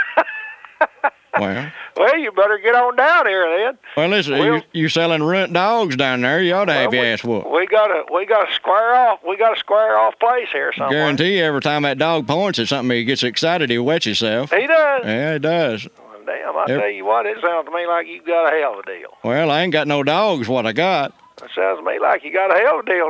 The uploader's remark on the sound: Prank Phone Calls Collection